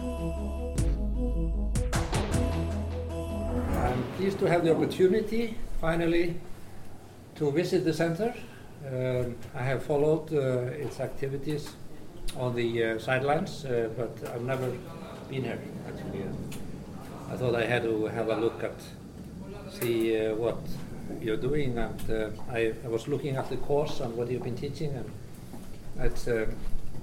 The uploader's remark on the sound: This episode is a recording from our annual summer course Doing Business in China.